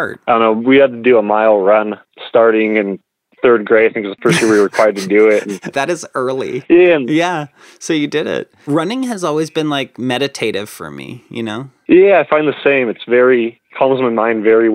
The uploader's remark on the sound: In this episode the two of them speak on the phone together for the first time.